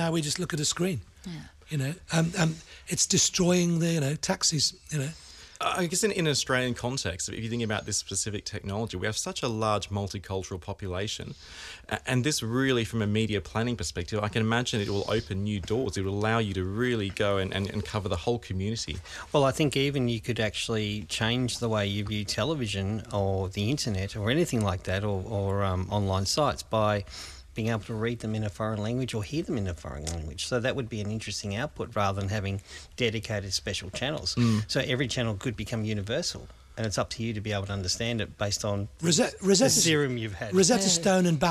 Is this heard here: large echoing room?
no